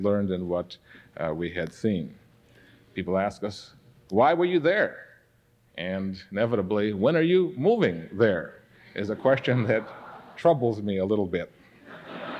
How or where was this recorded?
large echoing room